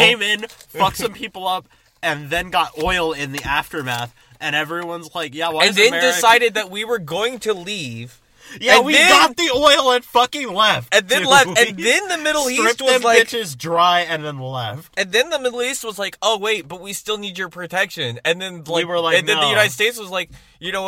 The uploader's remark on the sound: From the Car